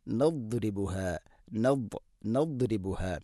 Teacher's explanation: അതോടൊപ്പം നാവിൻ്റെ മധ്യഭാഗം വണ്ണാക്കിലേക്ക് ഉയർന്നു നിൽക്കുകയും വേണം. സ്വരഭാരത്തിൽ ഉച്ചരിക്കേണ്ട അക്ഷരമാണ് ദോദ്, ഇസ്തിഅലാന്റെ അക്ഷരമാണ് · ദാദിൻ്റെ ഉച്ചാരണം നാവിൻ്റെ ഏതെങ്കിലും ഒരു സൈഡ് അണപ്പല്ലുകളോട് ചേർന്ന് അതിൻ്റെ അരു നീളത്തിൽ തട്ടിക്കൊണ്ട് ആയിരിക്കണം. അതോടൊപ്പം നാവിൻ്റെ മധ്യഭാഗം വണ്ണാക്കിലേക്ക് ഉയർന്നു നിൽക്കുകയും വേണം.